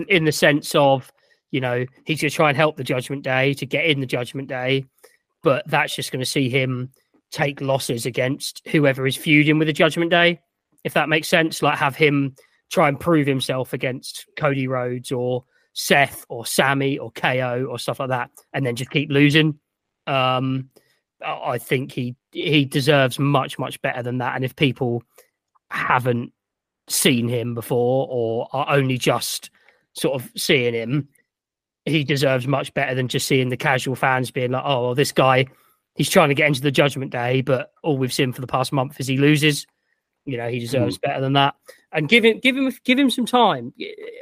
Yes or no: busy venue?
no